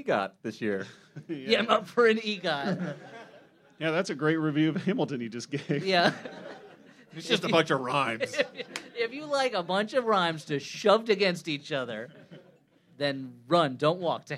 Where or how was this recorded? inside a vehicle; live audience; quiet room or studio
live audience